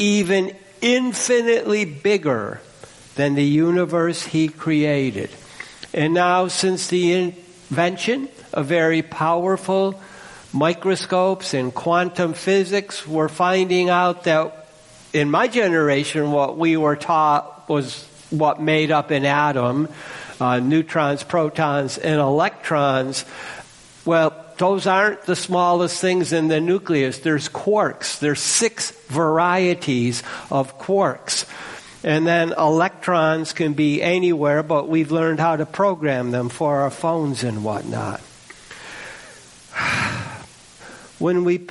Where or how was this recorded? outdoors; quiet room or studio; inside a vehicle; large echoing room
large echoing room